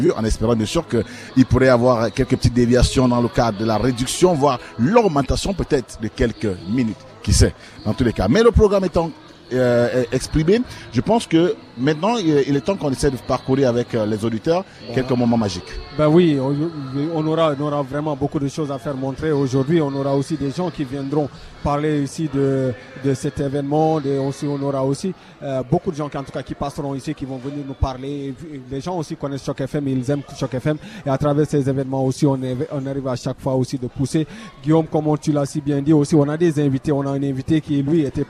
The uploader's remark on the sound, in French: En direct du tout premier Carnaval du Collège universitaire Glendon de l'Université York, 27 Janvier 2018.